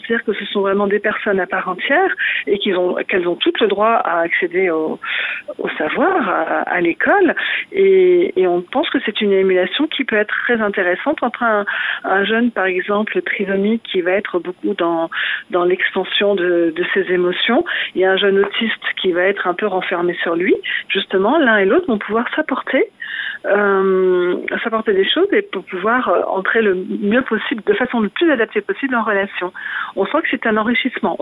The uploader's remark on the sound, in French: Directrice de l'école La Chrysalide à Saint-Nazaire (par téléphone).